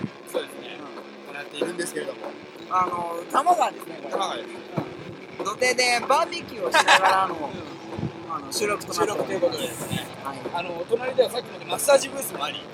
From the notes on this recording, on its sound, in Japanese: 完全屋外収録